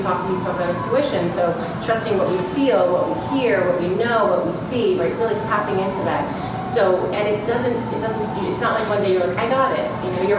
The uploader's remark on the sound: Recorded Live From Athleta NYC. Today on the podcast is a recording of a recent live event called Unstoppable: A Women’s Conversation. Please excuse the background noise.